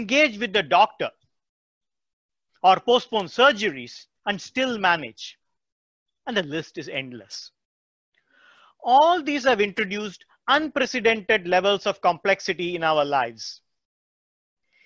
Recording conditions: video call